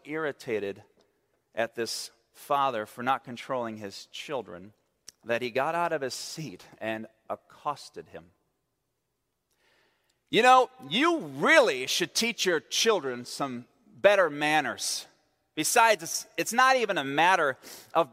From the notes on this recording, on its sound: at Central Reformed Church in Grand Rapids, Michigan